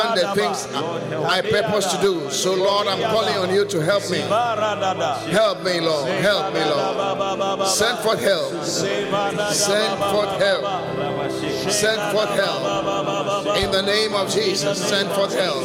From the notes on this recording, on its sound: Preached at The Qodesh.